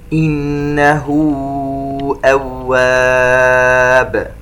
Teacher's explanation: النون المشددة تغني بمقدار حركتين